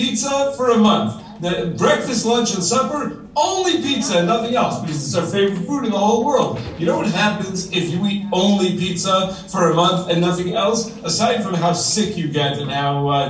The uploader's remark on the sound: Live from Yeshivat Noam! Everyday during lunch the students have this incredible opportunity to spend their lunch learning daf yomi.